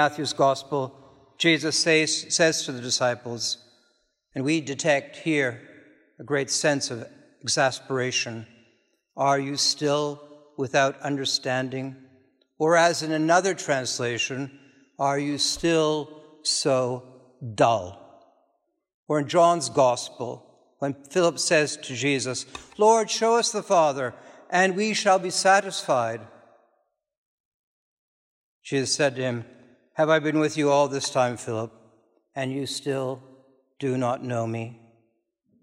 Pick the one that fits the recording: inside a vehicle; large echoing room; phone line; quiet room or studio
large echoing room